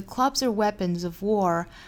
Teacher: clubs are 有一个 z 的音，这个 z 的音就是由 club 后面加的这个浊音 z 带出来的，再跟后面连读就变成了 z are weapons of war。最后的 war 要带一个的音，最后 I know that diamonds mean money for this art.